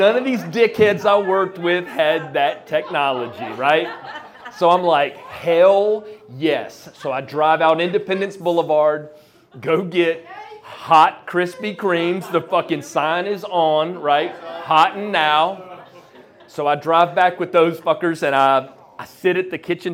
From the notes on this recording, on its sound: Anonymous story recorded on February 21st at Petra's. Goes south is a live storytelling event out of Charlotte, NC. This podcast combines audio recordings from these live events to share with you! Goes south live events take place on the 3rd Tuesday of the month at Petra's in Historic Plaza-Midwood, Charlotte, NC.